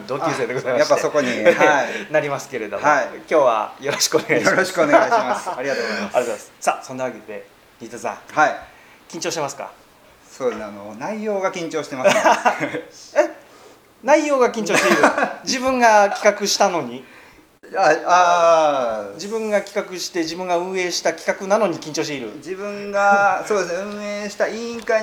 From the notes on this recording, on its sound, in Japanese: そろそろ同じパターンで録音するのも飽きてきたので、今回はいろんなお店で出張録音を試みてみました。